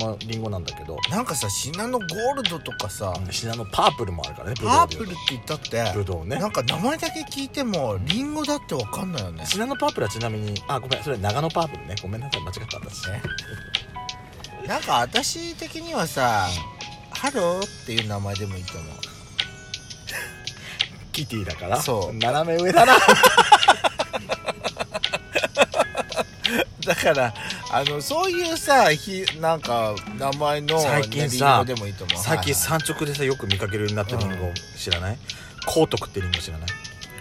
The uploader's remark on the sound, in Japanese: パーキング収録